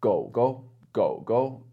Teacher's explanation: go, go, go, go is almost definitely third and fifth tone. But with the fifth tone, we call it the contrarian tone.